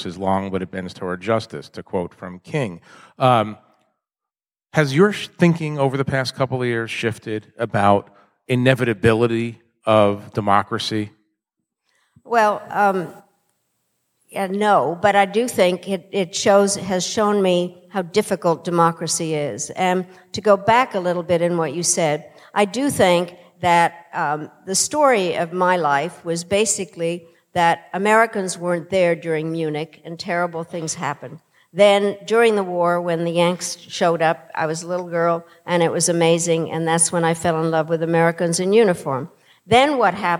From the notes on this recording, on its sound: In a conversation on stage at Sixth & I